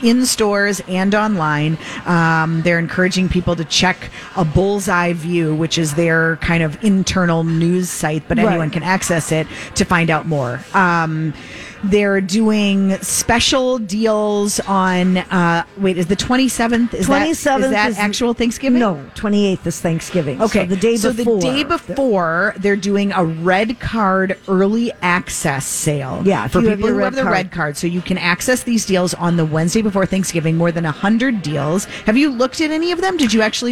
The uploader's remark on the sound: Live at the General Store of Minnetonka